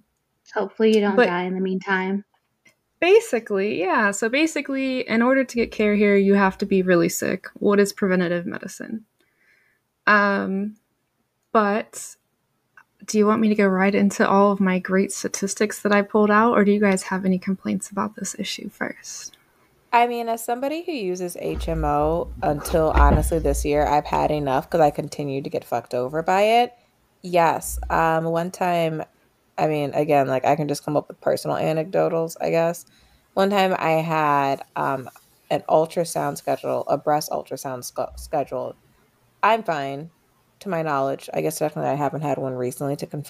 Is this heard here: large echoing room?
no